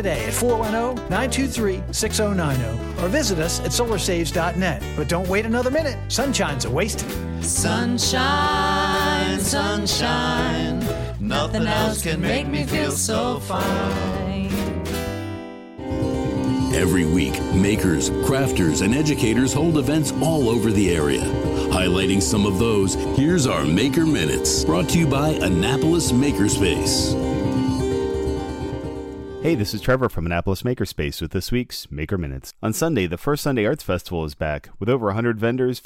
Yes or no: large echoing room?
no